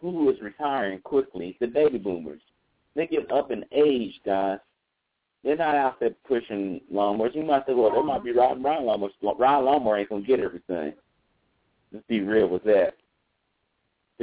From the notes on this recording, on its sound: Call in live show